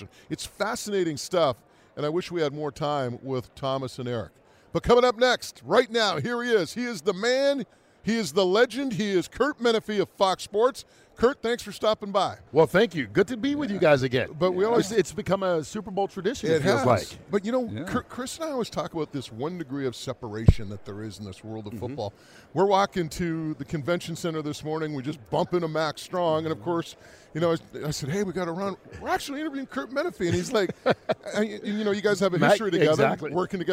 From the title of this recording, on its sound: from Super Bowl 57 in Phoenix